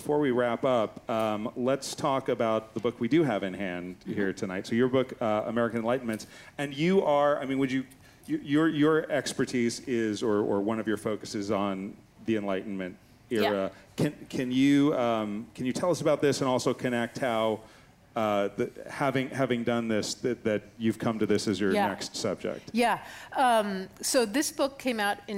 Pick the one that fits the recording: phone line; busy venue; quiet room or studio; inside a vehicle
busy venue